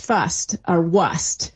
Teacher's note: that's where we really see the R starting to drop right before S's · Term: drop your R's